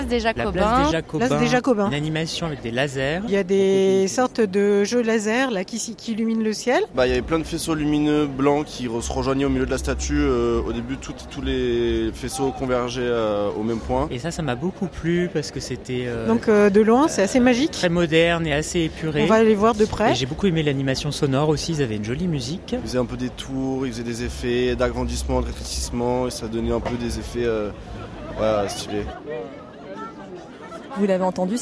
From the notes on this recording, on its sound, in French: La traditionnelle et touristique Fête des Lumières, RCF Lyon se mobilisait vendredi 8 décembre pour une émission spéciale en direct de 19h10 à 20h , présentée en studio mais largement en immersion dans les rues lyonnaises grâce à notre rédaction sur le terrain. (ré)écoutez nos journalistes vous raconter l'ambiance en duplex de Terreaux, du parc Blandan, de la place Bellecour, du parc de la Tête. Nous accompagnait en plateau.